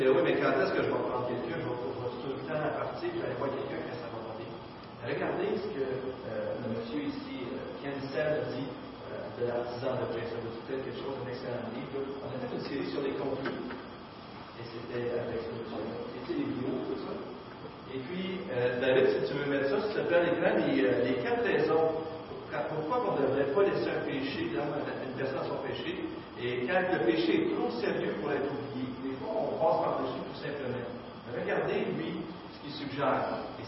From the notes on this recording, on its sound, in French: Mauvaise qualité sonore